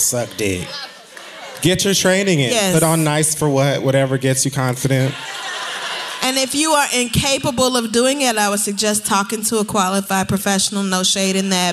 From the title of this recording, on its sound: Live From Sony Hall 4/21